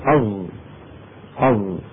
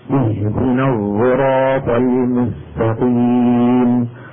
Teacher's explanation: اسمه الصاد المشمس زايا يعني صوت الصاد يشمونه صوت الزاي بمعنى يخلطون صوت الزاي مع صوت الصاد